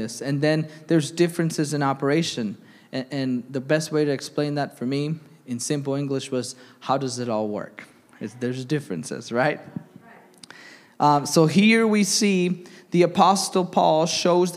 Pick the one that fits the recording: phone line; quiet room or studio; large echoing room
large echoing room